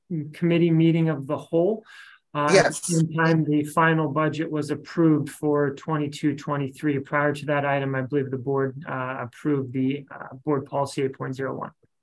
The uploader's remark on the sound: Board Budget and Audit Committee Meeting (originally on Zoom).